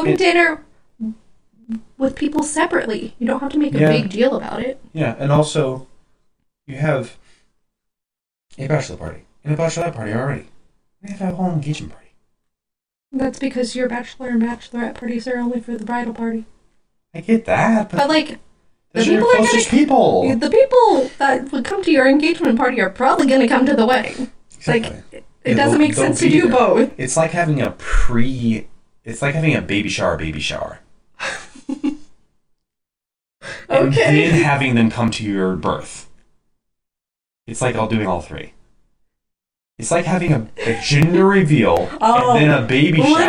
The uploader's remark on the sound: Sorry about the audio issues.